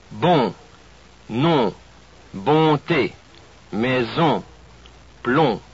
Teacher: Now there are four vowels that are nasal. That is, part of the breath is allowed to escape through the nose while we say the sound.